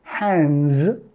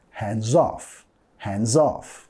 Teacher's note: S en hands, va a sonar como una Z, hands, y de ahí vamos a vincular.